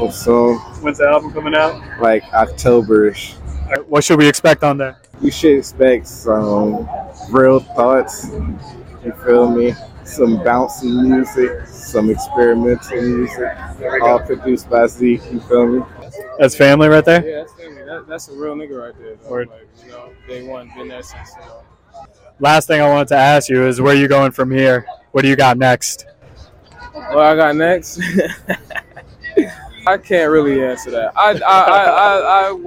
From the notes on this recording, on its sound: Recorded August 2023 in NYC at the Knitting Factory.